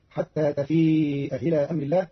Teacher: قرأ قالون كلمتي تفيء إلى بتسهيل الهمزة الثانية المكسورة بين بين، فتصير حتى تفيء إلى أمر الله على لغة بعض العرب.